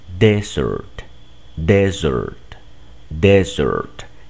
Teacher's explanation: el acento recae en la primera sílaba